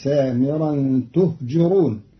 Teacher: قرأ قالون كلمة تهجرون بضم التاء وكسر الجيم، فتصير مستكبرين به سامرا تهجرون، من أهجر بمعنى أفحش في القول.